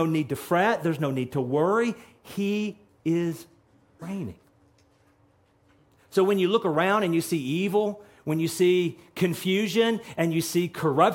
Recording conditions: large echoing room